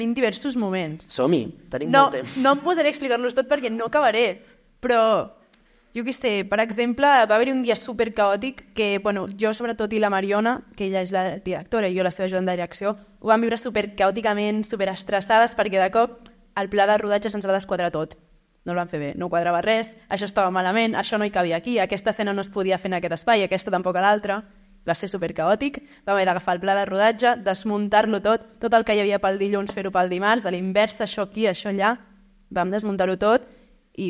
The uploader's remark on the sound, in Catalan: Episodi en Directe al Cinema Edison. El vam gravar en directe durant la mostra de curtmetratges de "La Peixera", un projecte impulsat pel Cinema Edison.